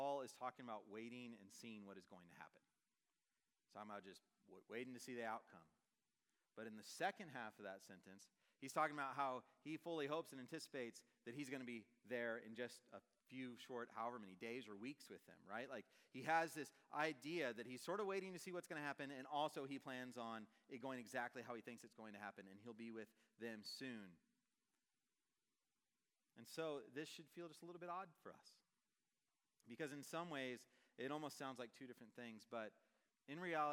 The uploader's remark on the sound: Message preached on October 5, 2023 at a Thursday Night Gathering of Coram Deo College Ministry.